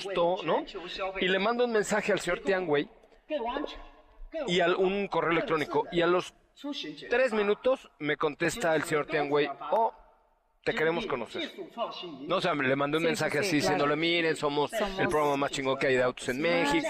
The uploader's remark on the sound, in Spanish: Transmitimos completamente en vivo desde la llegada de Geely al mercado mexicano. Transmitimos completamente en vivo desde la llegada de Geely al mercado mexicano. MVS Noticias en el 102.5 de tu FM.